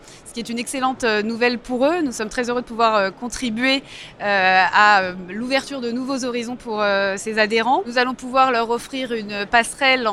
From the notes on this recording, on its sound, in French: Cette interview a été réalisée en live du Salon RENT.